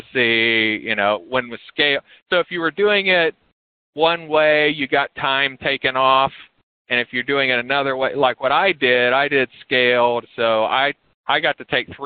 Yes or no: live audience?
no